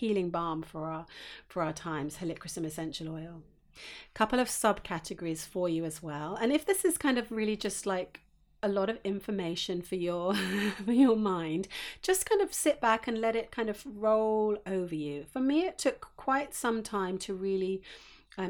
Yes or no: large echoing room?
no